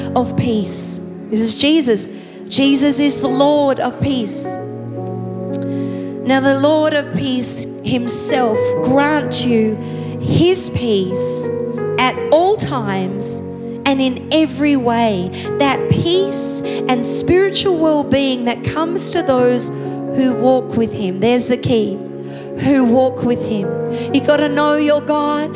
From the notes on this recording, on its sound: Recorded live at Planetshakers Church (Melbourne)